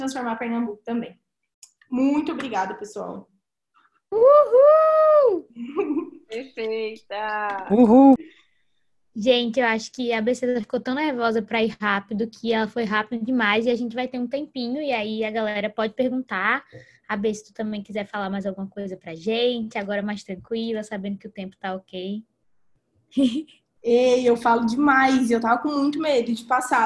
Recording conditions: video call